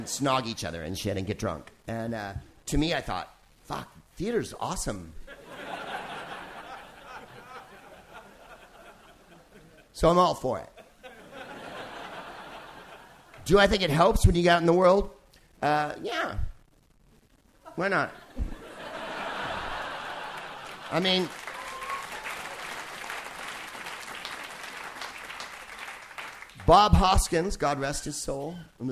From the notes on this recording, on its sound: Live from the Hay Festival in Wales.